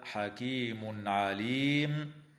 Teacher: ويظهر التنوين عند العين في قوله تعالى حكيم عليم